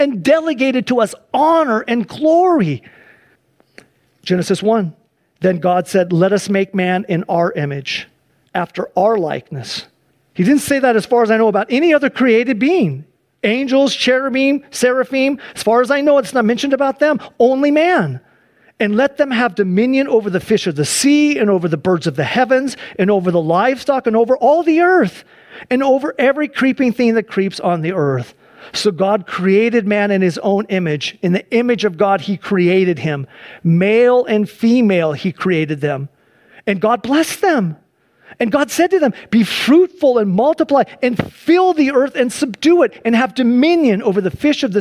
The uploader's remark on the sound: Sunday church service livestream